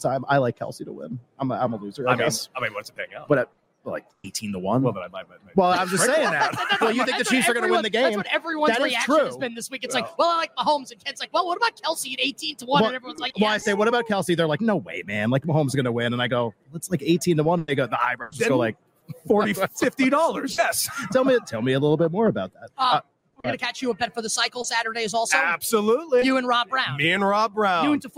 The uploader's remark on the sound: LIVE from Radio Row in Las Vegas!